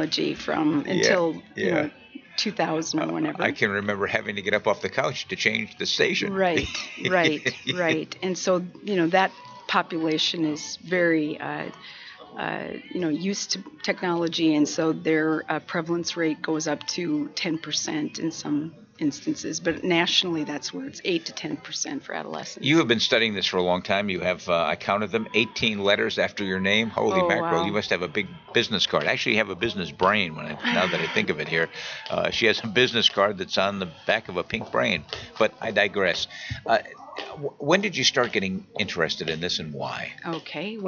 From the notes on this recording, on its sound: broadcast from the 40th Annual NAADAC Conference in Seattle, WA - September 2014